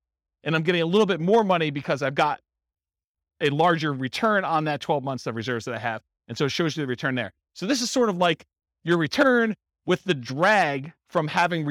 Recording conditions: live audience